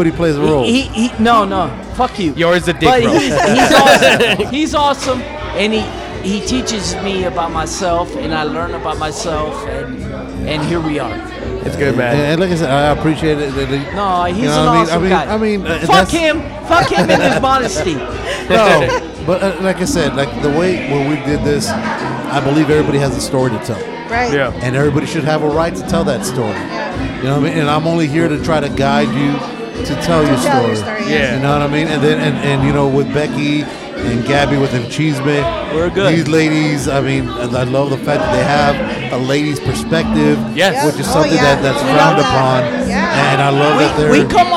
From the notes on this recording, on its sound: On this week's episode, in honor of our accomplishment, we recorded live at 'The Old Sheep Dog Brewery'.